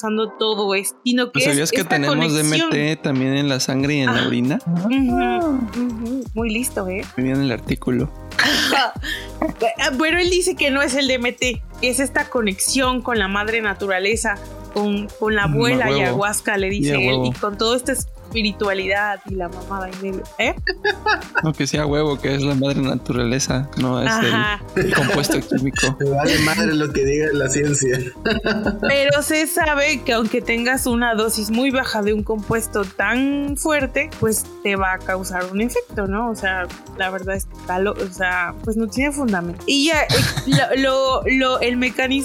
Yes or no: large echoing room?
no